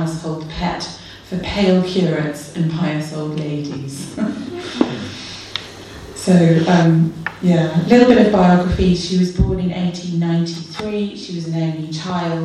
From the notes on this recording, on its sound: delivered at the 2nd Veritas Research Symposium, Gimlekollen College, NLA University, October 2019.